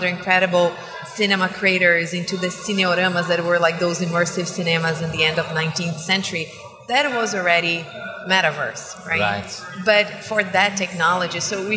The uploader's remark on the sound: This episode was recorded at the podcast booth at Web Summit on November 2, 2022.